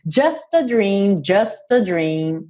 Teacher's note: Você faz aquela ligação de consoante com vocal